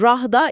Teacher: ride gibi kelimelerdeki a sesini daha çok ah gibi, yani rah'da yakın bir şekilde söylüyor · Term: güneyli etkisi